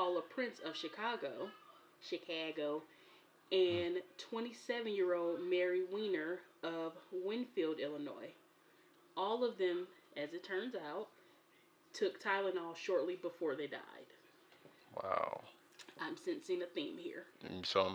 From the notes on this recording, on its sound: Please excuse the background noise in this episode.